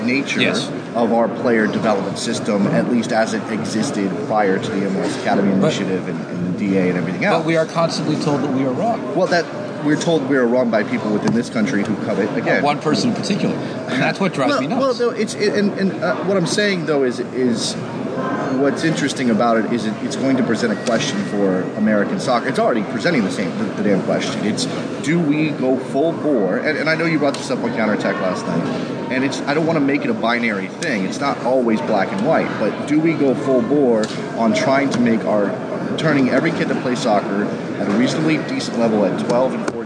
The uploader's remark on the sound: Live from the 2016 NSCAA Convention in Baltimore, Maryland.